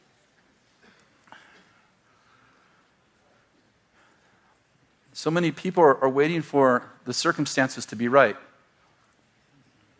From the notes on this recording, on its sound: throwback sermon from January 7th, 2018, at Bethel Church in Redding, CA